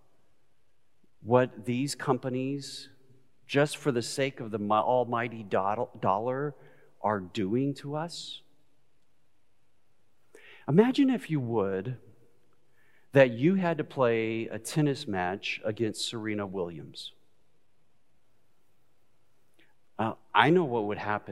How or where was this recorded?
large echoing room